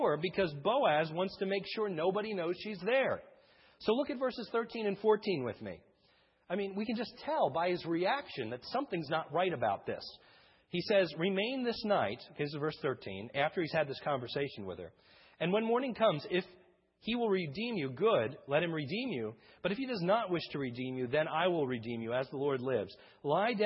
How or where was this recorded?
large echoing room